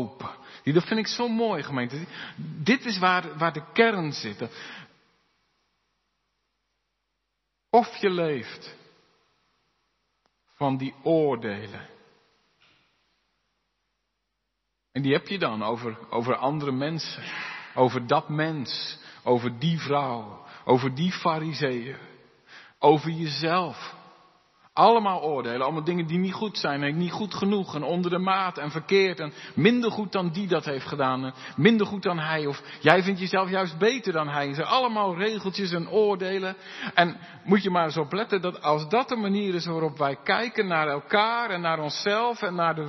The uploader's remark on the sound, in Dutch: De preek is op 12 februari 2023 opgenomen in De Hoeksteen te Haren